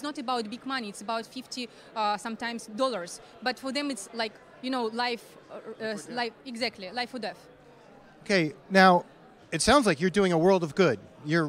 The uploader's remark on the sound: While at DC Blockchain Summit 2023 in Washington, DC